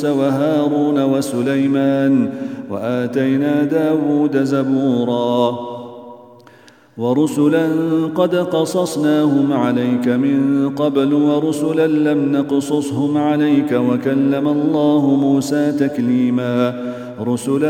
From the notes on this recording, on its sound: at the Houghton Masjid (West Street)